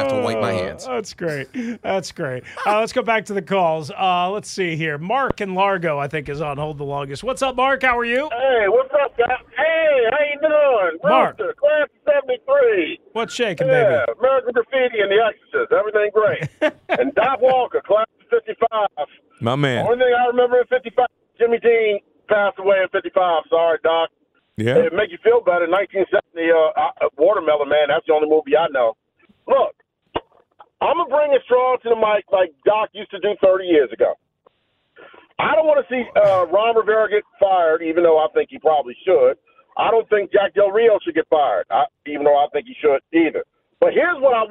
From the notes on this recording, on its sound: Call lines are hot. Full call lines. Staying on the phone lines.